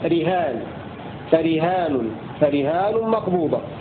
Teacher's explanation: بكسر الراء وفتح الهاء